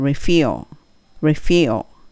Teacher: ちょっとそのアクセントが後ろに来るのでそれと R なのでベロ巻いて